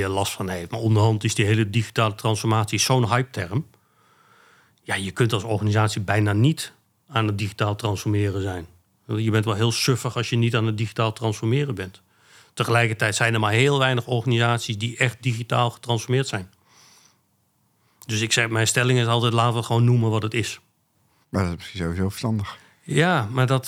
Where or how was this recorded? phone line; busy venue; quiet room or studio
quiet room or studio